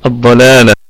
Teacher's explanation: قلنا ان الضاد ستكون في الدرجة الثانية من درجات التفخيم